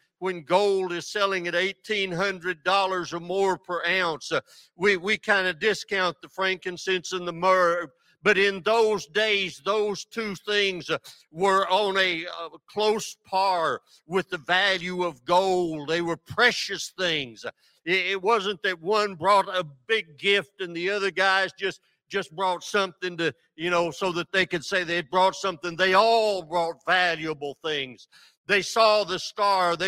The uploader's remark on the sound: This sermon was recorded live on December 25th, 2022 at Newark United Pentecostal Church.